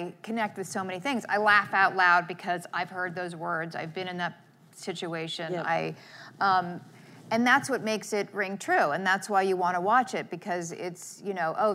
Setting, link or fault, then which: setting, live audience